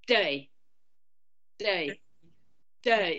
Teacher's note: But how you would say it where I grew up, first of all, dirty. So the T is almost not there at all.